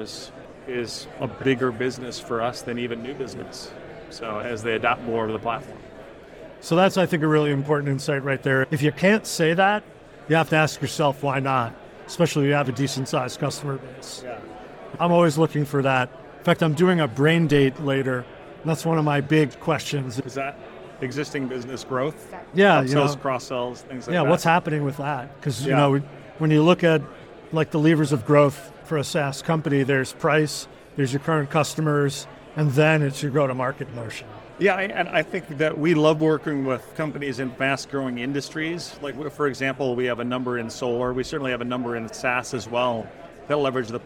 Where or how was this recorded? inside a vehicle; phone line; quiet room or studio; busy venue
busy venue